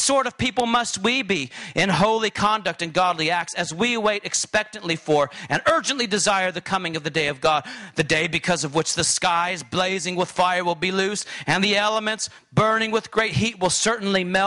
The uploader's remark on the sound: during this conference session